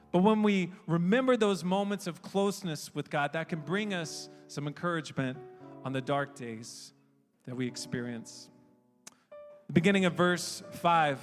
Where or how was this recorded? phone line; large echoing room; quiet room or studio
large echoing room